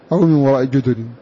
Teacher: بضم كسر الجيم وضم فتح الدال والقصر أي حذف الألف بعد الدال